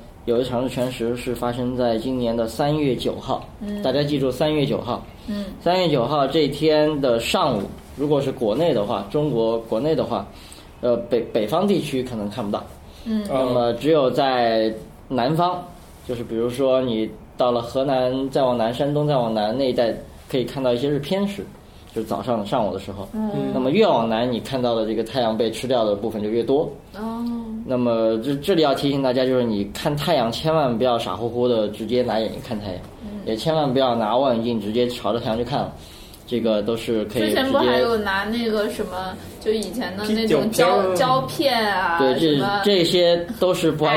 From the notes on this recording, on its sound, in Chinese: 本期节目为在张大妈办公区用录音笔录制，可能有街道上的杂音，请见谅。